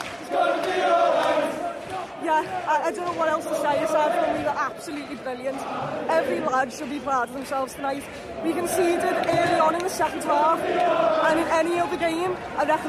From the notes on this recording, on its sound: Elland Road Stadium Reaction. The Liverpool away end.